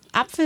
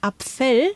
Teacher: dann ist es ja auf der ersten Silbe betont · Shown in: first take